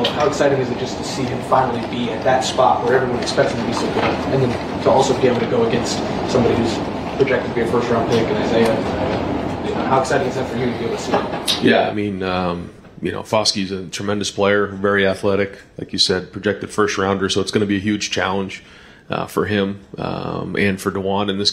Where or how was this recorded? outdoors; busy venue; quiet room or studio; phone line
busy venue